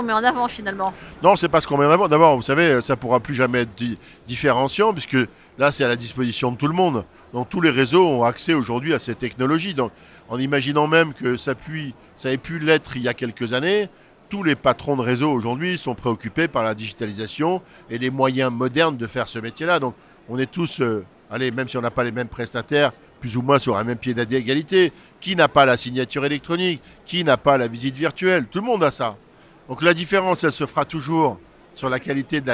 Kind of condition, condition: setting, busy venue